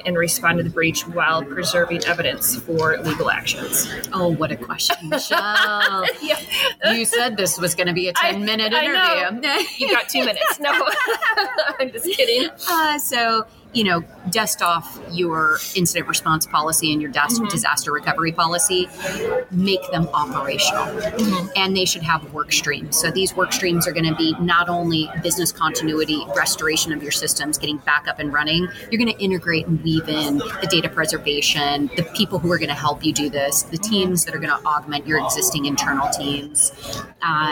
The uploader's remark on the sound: Recorded at TribalNet. During TribalNet 2023.